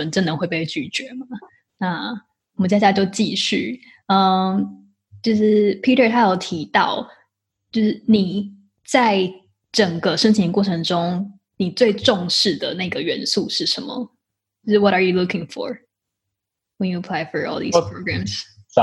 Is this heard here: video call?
yes